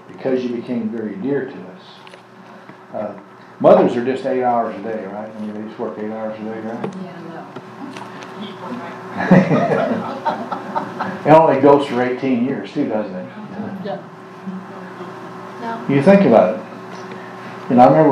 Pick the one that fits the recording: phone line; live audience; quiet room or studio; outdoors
live audience